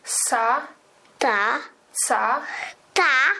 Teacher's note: Głoski bezdźwięczne, czyli s i cy, były realizowane przez dziewczynkę jako głoska ty, natomiast głoska z i dzy była realizowana przez dziewczynkę jako głoska dy.